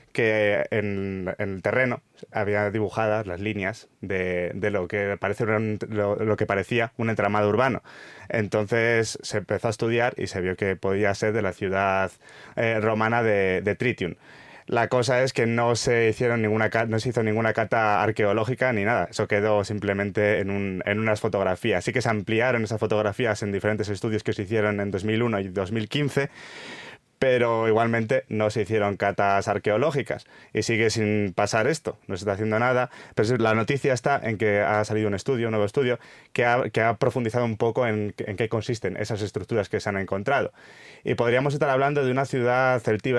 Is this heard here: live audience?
no